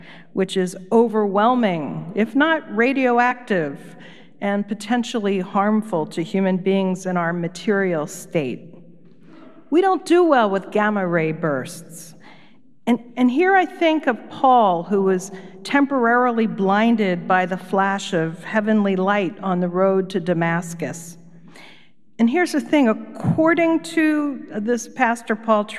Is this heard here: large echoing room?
yes